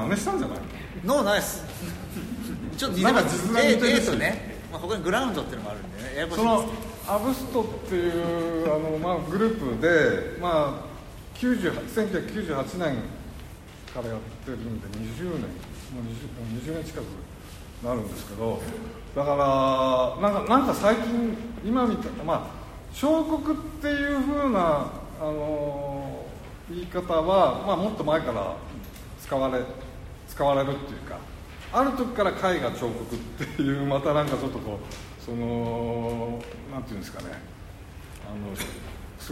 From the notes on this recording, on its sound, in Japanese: 会場：武蔵野美術大学鷹の台キャンパス 2号館309、310教室。第9回 AGAIN-ST 「BREAK/BREAKER シュート彫刻のありか」のトークイベントの録音です。